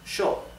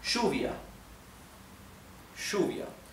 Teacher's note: in Spanish from Argentina and from Uruguay, I come from Uruguay, we pronounce these two sounds, Y and elle, like the English CH, okay? CH, sorry, SH, SH, shh. Therefore, the pronoun I, yo, is pronounced sho in Argentina and in Uruguay. · Term: sh sound